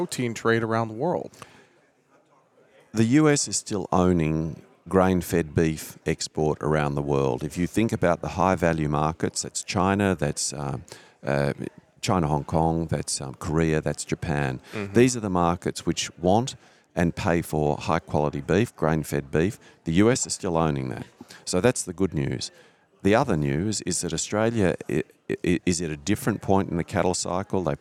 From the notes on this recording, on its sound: We are live from the Cattle Industry Convention and NCBA Trade Show in Orlando, FL again today and we share some great conversations from the show.